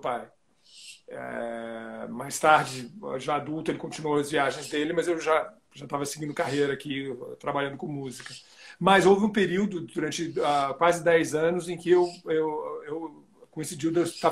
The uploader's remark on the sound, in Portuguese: esteve ao vivo no instagram da Alvorada FM para um bate papo